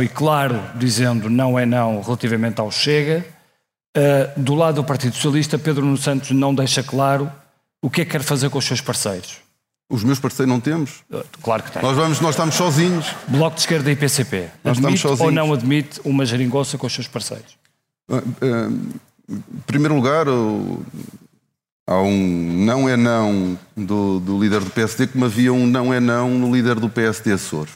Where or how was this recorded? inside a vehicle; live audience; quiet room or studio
live audience